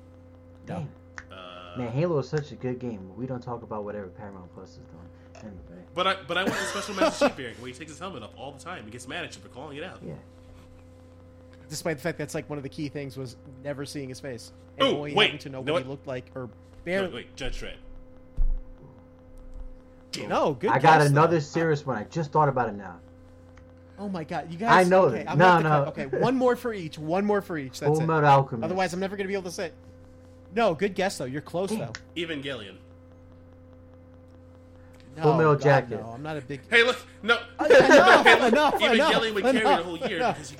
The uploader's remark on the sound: while battling technical issues throughout the night